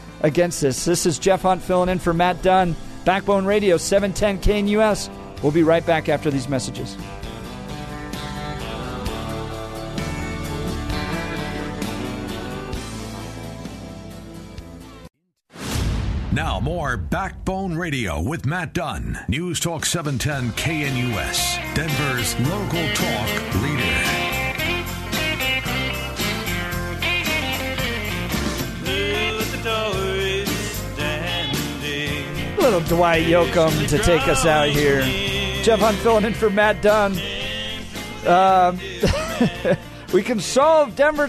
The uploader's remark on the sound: goes to the phones.